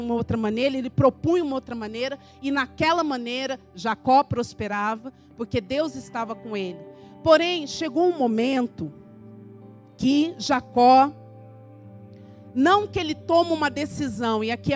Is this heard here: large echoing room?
yes